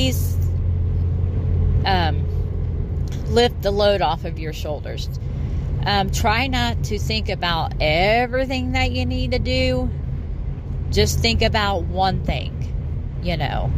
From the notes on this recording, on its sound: Please ignore the background noise I was driving home and decided to utilize my time alone.